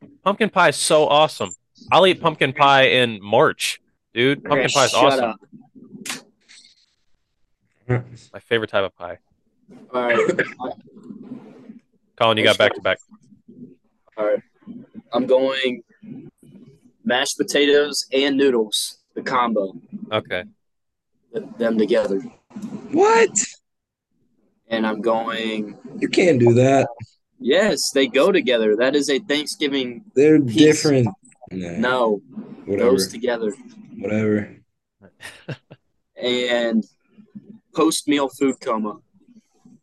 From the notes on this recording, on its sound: This episode was made possible because of Zoom.